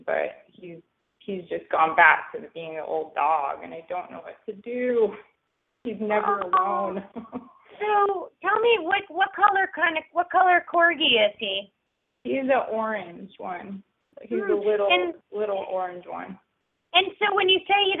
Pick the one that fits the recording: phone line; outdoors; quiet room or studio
phone line